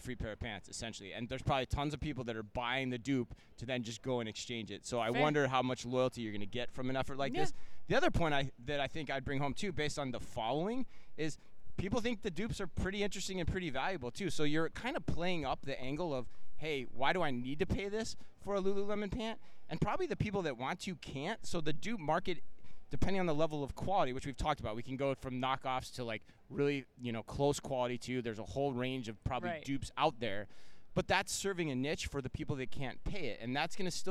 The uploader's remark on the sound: live from Shoptalk Europe in Barcelona